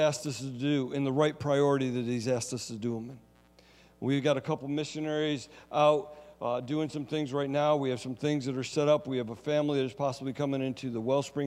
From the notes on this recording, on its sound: Sunday Service Recording